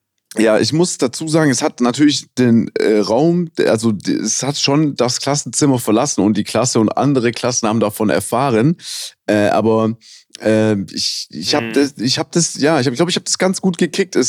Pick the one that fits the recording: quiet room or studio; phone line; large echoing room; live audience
quiet room or studio